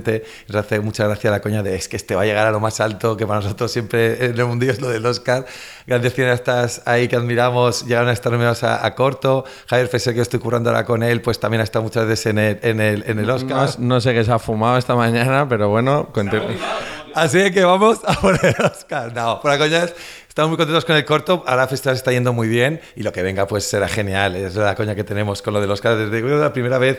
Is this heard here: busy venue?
yes